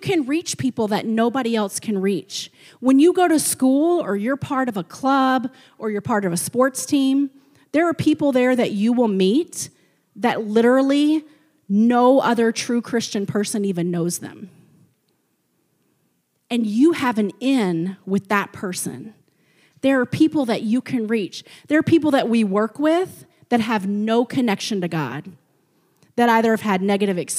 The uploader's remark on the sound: A service recording from Connect Point UPC.